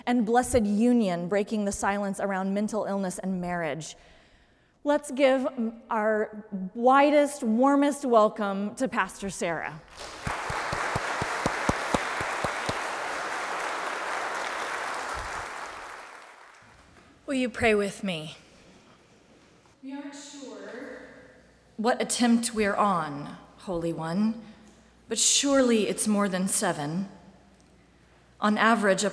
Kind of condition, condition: setting, large echoing room